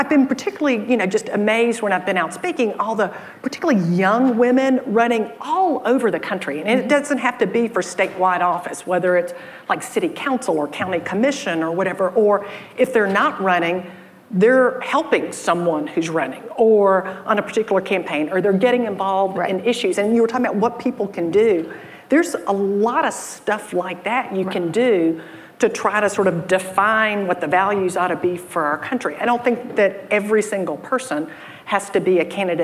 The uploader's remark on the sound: In front of a live audience at the AllRaise Summit in San Francisco.